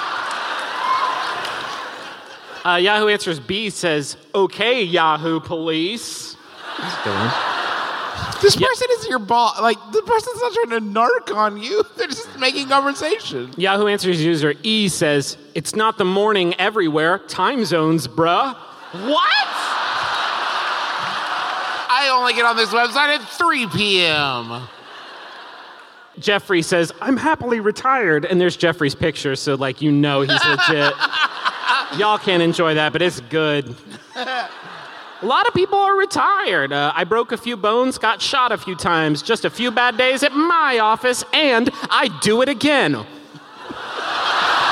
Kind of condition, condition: setting, live audience